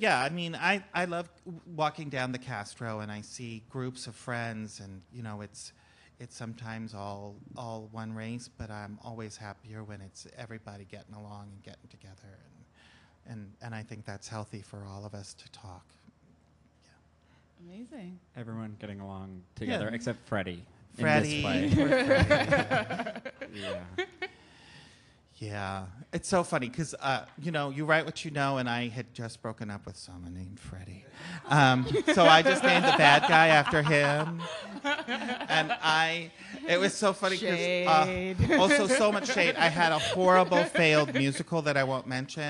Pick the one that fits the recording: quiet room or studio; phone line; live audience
live audience